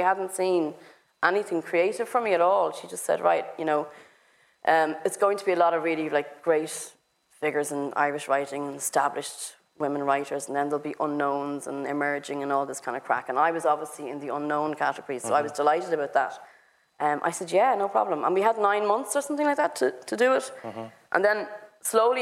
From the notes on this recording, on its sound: At the Mountains to Sea festival in Dun Laoghaire. Thanks to Mountains to Sea for facilitating the event at short notice.